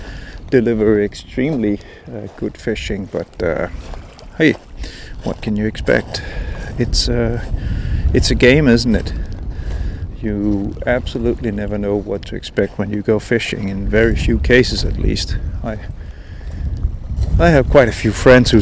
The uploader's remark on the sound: My new recorder has been doing overtime. I'm still struggling with the wind here - both when casting and when recording. On this podcast you will have quite a bit of noise from the wind - and from my clothes because I'm trying to shelter the microphone - and from my stomach because I'm hungry!